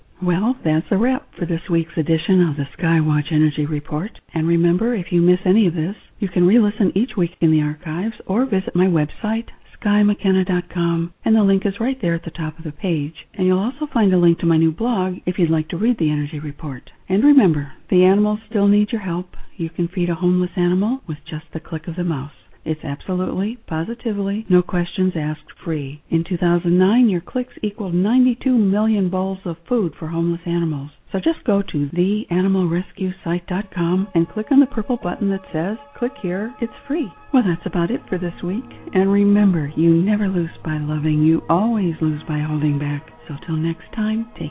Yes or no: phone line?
yes